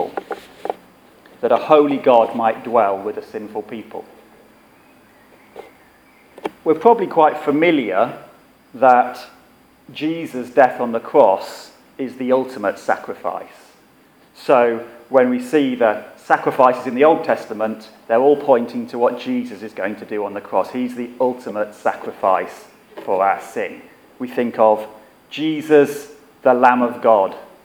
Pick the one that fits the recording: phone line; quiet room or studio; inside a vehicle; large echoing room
large echoing room